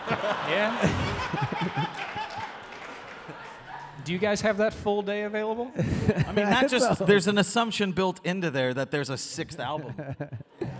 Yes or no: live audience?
yes